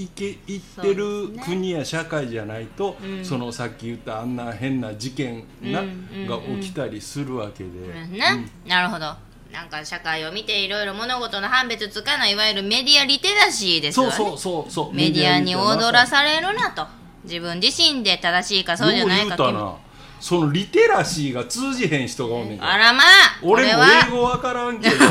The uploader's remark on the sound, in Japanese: 大阪市内の実在BARから配信中。